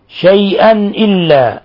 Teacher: تنوين فتح وجاء بعده الهمزة إظهار حلقي